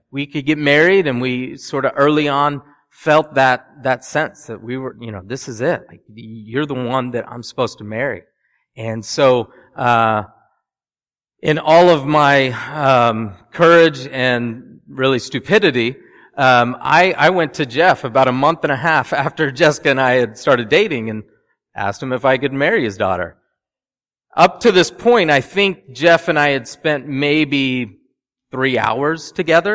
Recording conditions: large echoing room